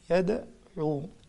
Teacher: منساش قلقل الدال في يدعو